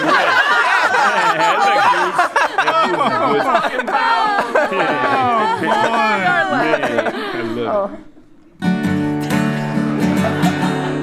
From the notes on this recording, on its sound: Recorded on May 30th, 2017 in The Underground theater in Duluth.